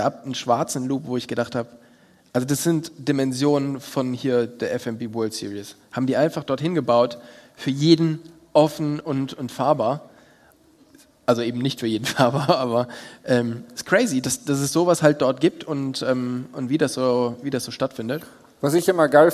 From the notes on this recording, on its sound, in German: LIVE PODCAST vom 4 Bikes Festival. Mal vor Live-Publikum aus einem Bunker beim 4 Bikes Festival.